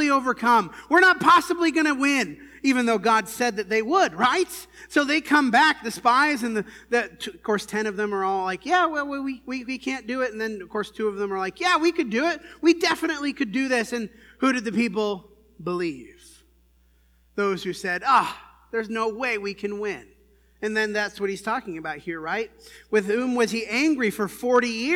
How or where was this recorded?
large echoing room